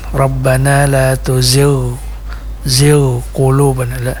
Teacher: Kalau la tuzigh, nah, tuzigh qulubana itu cenderung kepada syiddah ya. Padahal huruf ghain ini termasuk sifat hurufnya adalah rahwah.